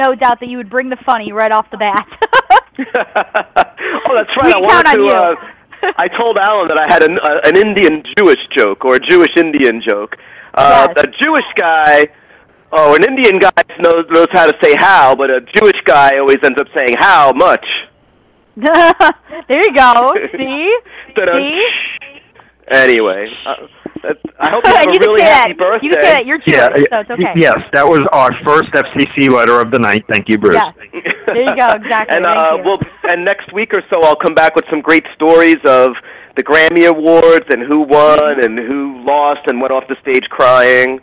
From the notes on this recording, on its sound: Surprise guest call ins!